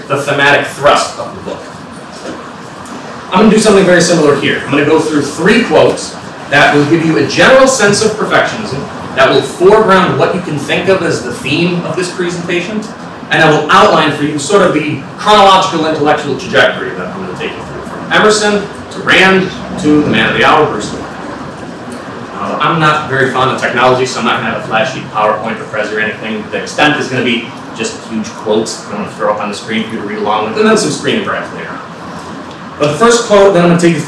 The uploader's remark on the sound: This talk was given at the 2018 Martial Arts Studies Conference at Cardiff University.